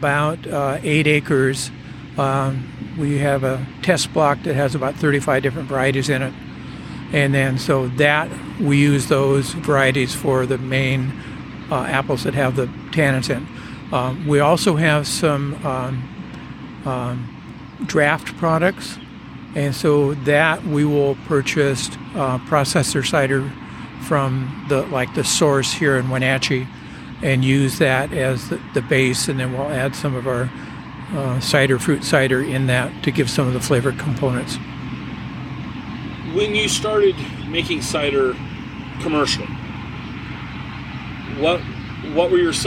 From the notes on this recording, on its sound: We are sitting outside the Snowdrift tasting room during our conversation. You will hear the sounds from a working orchard throughout the episode.